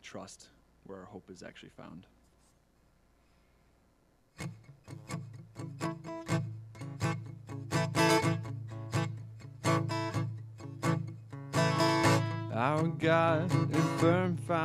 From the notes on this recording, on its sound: Recorded on April 5th, 2020 at Word of Life Church in Le Sueur, MN.